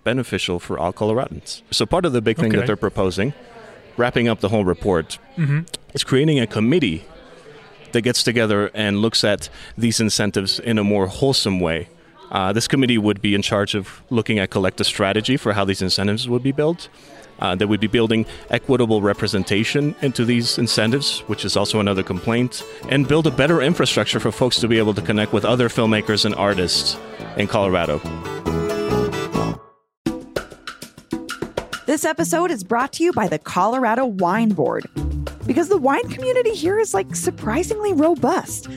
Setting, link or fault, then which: setting, busy venue